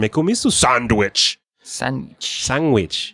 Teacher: It's kind of a little NG in there.